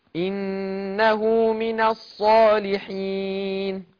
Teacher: فخم الصاد مع الألف